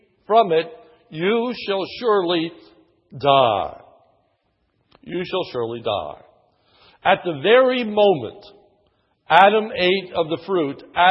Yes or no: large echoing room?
yes